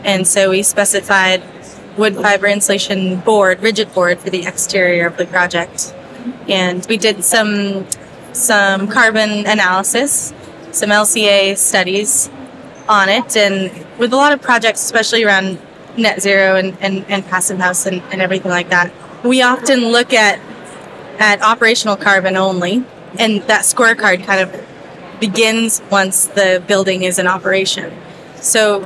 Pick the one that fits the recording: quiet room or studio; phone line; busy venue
busy venue